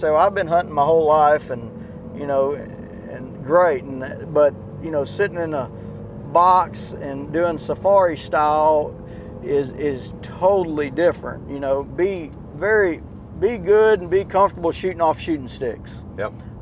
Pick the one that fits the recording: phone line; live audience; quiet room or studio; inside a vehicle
inside a vehicle